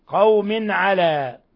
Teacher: تنوين كسر جاء بعده العين إظهار حلقي